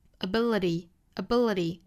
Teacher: ability 这个尾部呢，这个 t 也是要发成一个半浊音的